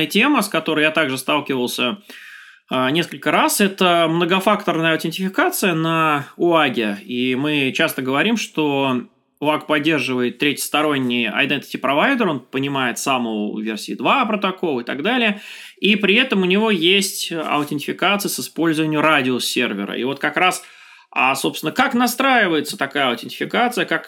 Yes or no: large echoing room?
no